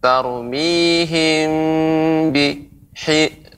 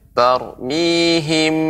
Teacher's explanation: untuk ikhfa syafawi ya penempelannya itu tidak dengan kuat bibirnya · Shown in: first take · Tidak tarmihim ditekan dengan kuat, tidak.